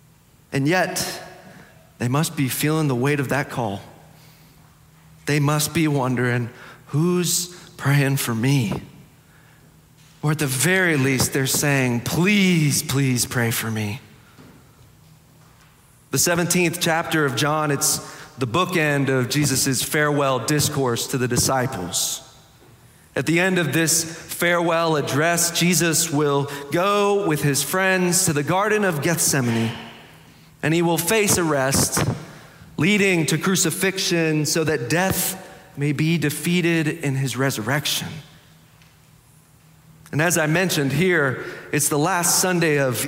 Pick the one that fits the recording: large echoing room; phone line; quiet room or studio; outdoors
large echoing room